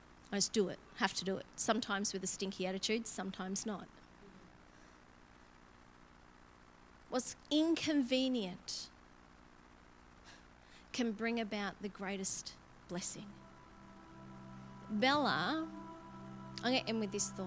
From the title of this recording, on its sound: LIVE at Echo Church